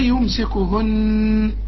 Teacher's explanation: اذا وقفت شوف النون لازم تغن